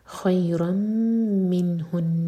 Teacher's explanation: غنہ، خیرا منہن نون پر شدہ ہے، یہاں رکیں گے تو نون کا شدہ جو ہے اس کو واضح کریں گے تو ہولڈ کر کے پھر رکیں گے